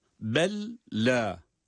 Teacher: Belle derken birinci lam cezimli ancak kendisinden sonraki de lam olduğu için direkt idgam ediyoruz, ona katıyoruz, ona bağlayarak da şeddeli gibi okunuyor.